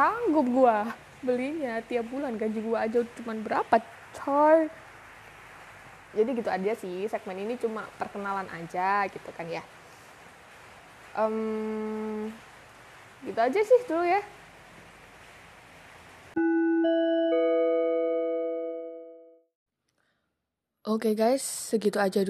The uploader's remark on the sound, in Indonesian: maaf banget kalau audionya agak berisik soalnya pas record lagi ujan